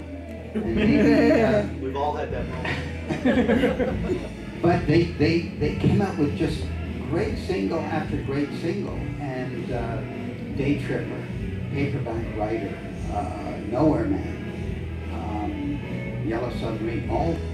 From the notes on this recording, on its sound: The special Talk More Talk panel features the popular "Wrack Our Brains" game in front of a live audience. Fields questions from the audience.